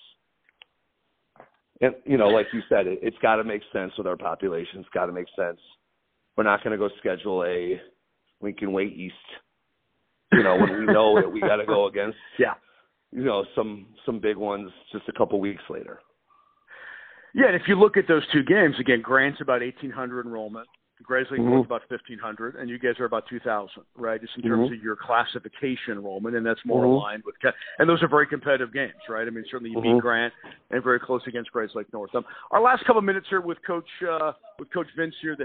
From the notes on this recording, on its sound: The conversation was done over the phone so the audio quality is good but not great.